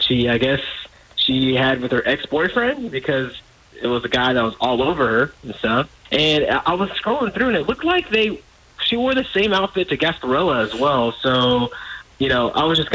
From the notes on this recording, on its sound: on the phone